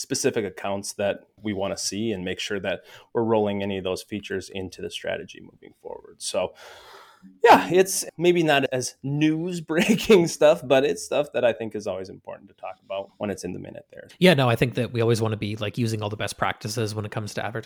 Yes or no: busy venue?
no